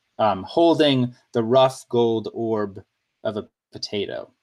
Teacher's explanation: the rough gold orb, which to me is three stressed syllables in a row